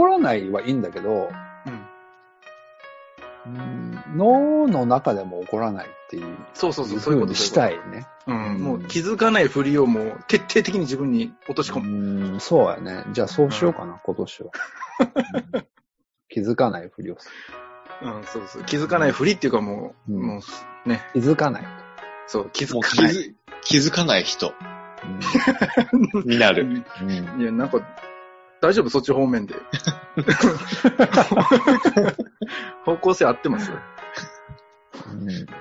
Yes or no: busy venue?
no